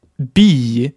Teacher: Hier ist der Vokal lang, weil er betont wird und ihm nichts folgt.